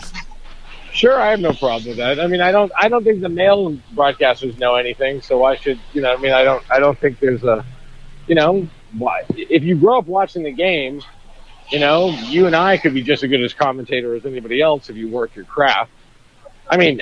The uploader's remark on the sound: walking the streets in NYC